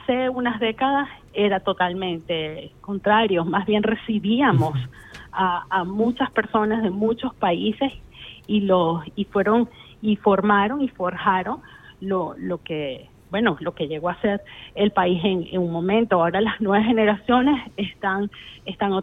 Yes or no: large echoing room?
no